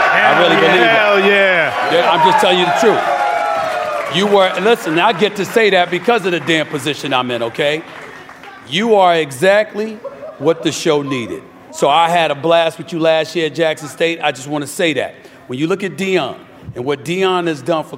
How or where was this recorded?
busy venue